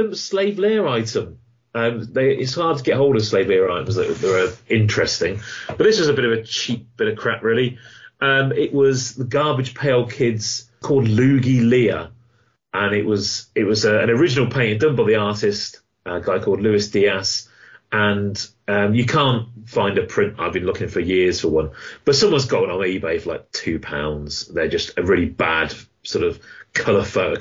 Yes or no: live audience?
no